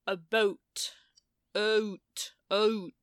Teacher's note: Americans start down in ah, Canadians start up in uh, and so they'll say a boat, out, out. · Term: Canadian raising